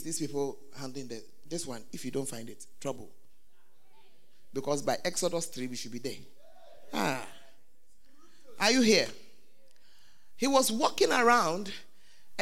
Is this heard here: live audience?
yes